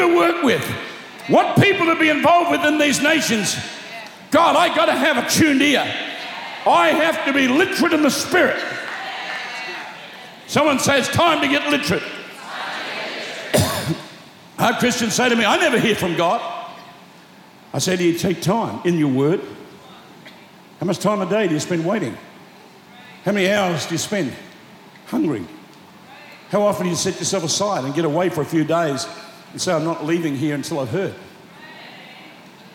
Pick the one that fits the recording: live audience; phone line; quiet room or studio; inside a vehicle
live audience